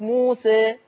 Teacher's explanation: عند الوقف موسى هنقلل لأن الذي يقلل هو الألف · Term: التقليل